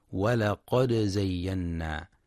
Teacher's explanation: ينتبه القارئ برواية حفص لإظهار الدال مع القلقلة في ولقد زينا، فلا يقرأ ولقد زينا بإدغام الدال في الزاي.